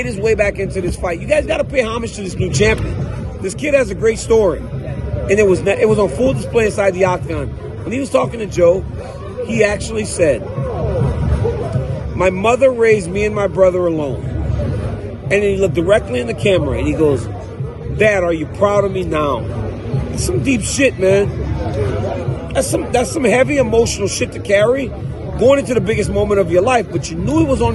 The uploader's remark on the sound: Live from the octagon. At UFC 290.